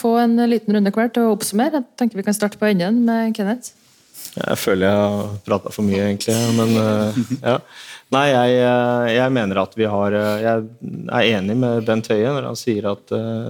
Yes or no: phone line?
no